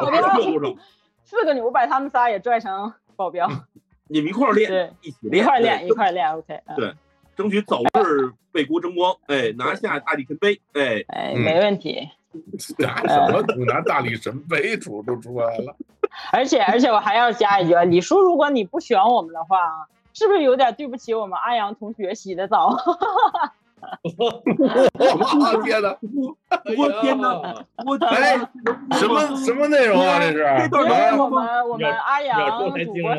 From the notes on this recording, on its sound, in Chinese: 我们将周六的直播做成了音频版。由于是会议录制，本期节目音质一般。